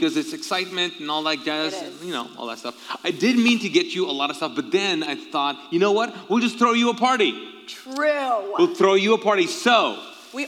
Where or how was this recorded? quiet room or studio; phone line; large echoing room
large echoing room